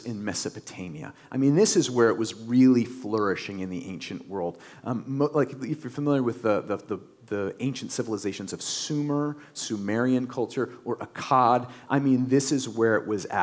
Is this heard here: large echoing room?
yes